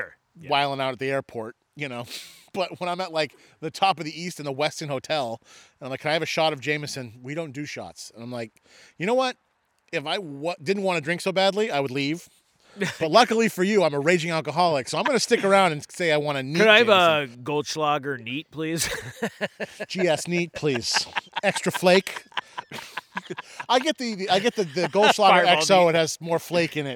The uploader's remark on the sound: head out into the woods of Buxton, Maine